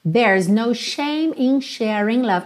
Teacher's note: tanto você pode juntar shame in, juntando direto no M